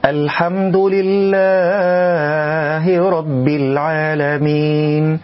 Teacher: من الأخطاء المبالغة في المد في لله، فنسمع البعض يقرأ ويقول: الحمد لله رب العالمين، يزيد على حركتين.